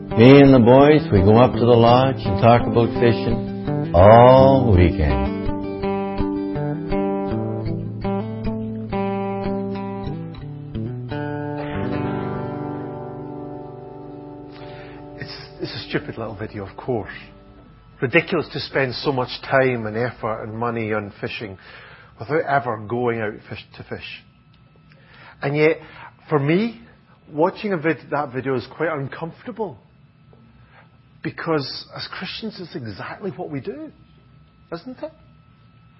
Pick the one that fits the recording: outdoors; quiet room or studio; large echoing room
large echoing room